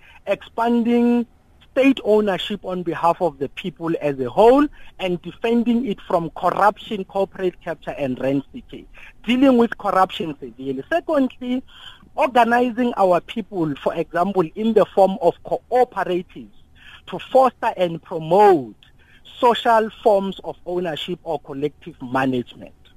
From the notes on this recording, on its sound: we are now joined on the line